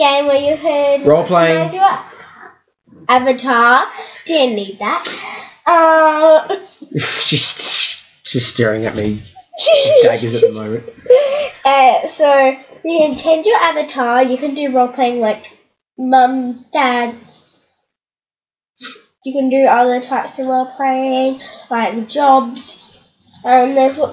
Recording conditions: sounds in the background